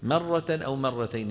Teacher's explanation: نراعي ترقيق الميم، لأنه شوفي بعدها راء مفخمة